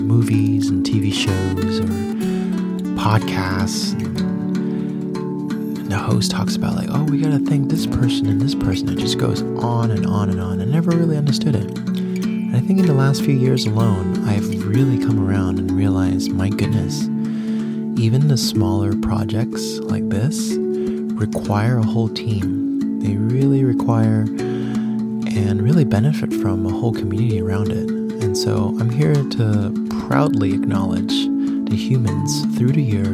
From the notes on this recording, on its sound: In this episode, I have another connective walk and talk. Amongst the jungle on the outskirts of Tulum, Mexico.